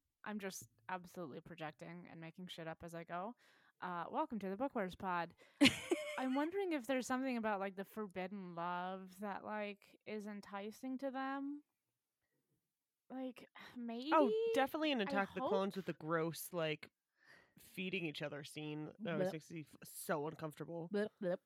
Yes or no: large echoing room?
no